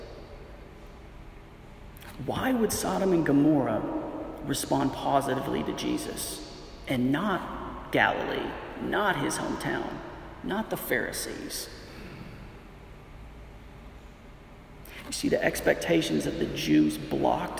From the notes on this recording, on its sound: This audio is a recording of the International Church of Vilnius Morning Prayer service from June 9, 2019.